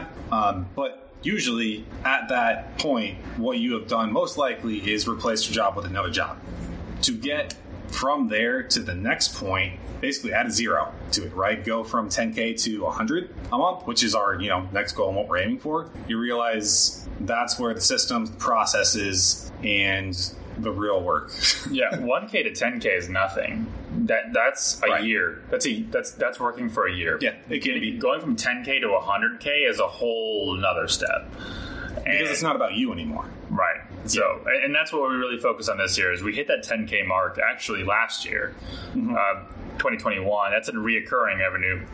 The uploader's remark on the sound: In this episode, we host our first-ever recording in person while on our trip to Colombia! With that in mind, we did want to let you know the audio quality isn't great.